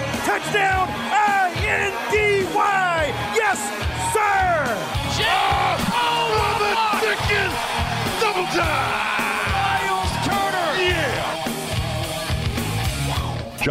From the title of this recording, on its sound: Live From Kip's Pub